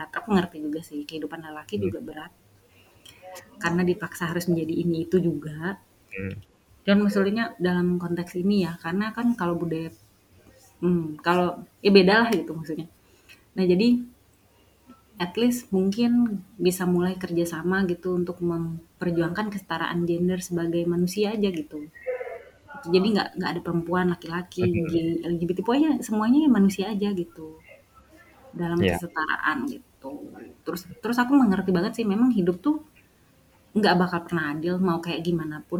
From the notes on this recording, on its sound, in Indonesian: Maaf untuk backsound yang agak ribut karena rekaman di ruang terbuka.